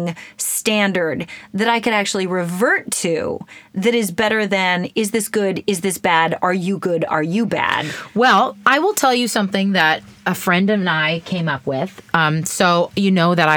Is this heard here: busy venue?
no